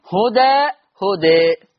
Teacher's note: لما يقف عليها هيبقى فيها الفتح والتقليل